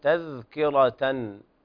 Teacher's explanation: إخراج طرف اللسان في الذال